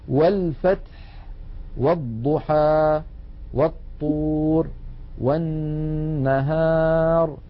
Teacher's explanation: همزة الوصل سقطت لأنها قد سبقت بحرف فصارت في درج الكلام